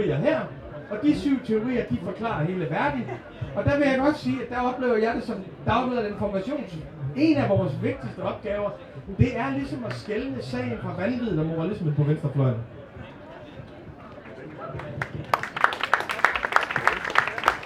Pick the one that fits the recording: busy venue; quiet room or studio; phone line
busy venue